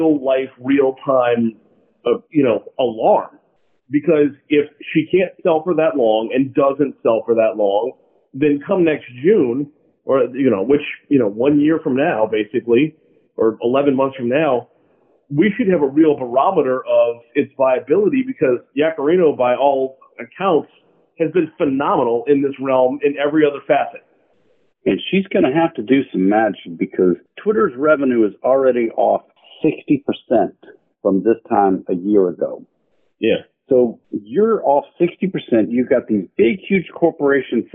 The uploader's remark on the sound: We had mic problems and didn’t find out until after the recording.